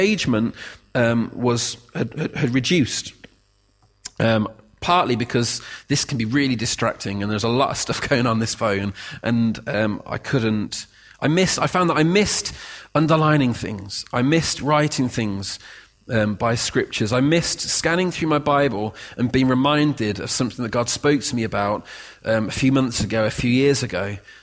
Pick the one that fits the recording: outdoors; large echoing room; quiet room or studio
large echoing room